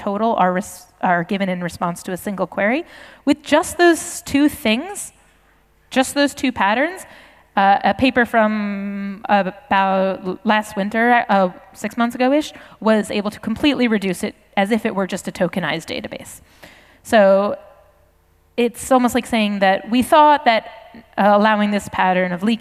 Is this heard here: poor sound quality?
no